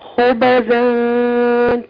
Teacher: الباء ساكنه هي قلقلها بس زي ما قلنا قريبه الفتح